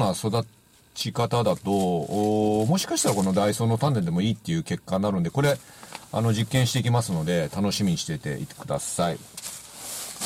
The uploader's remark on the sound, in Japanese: 風が強く自動車の中での撮影となりました（初です！）。